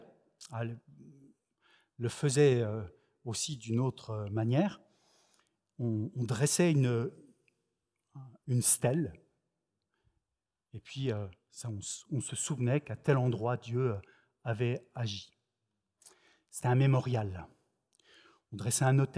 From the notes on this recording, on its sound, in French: Enregistré à l'église CVV, le 25/07/2021